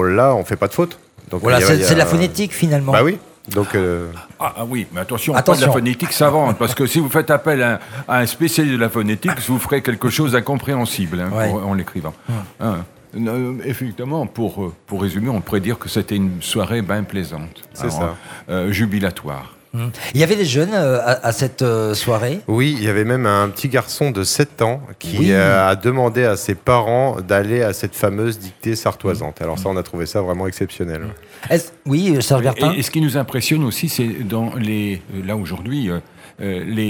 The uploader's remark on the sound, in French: Sur les radios de la FRAMA en direct du salon du livre. En direct du salon du livre dimanche 2 octobre 2022.